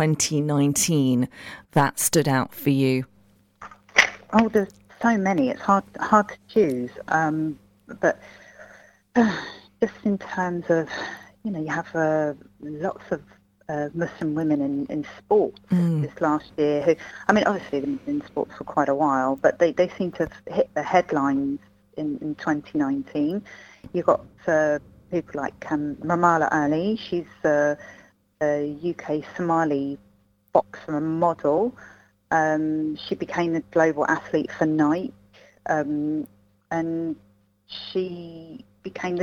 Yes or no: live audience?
no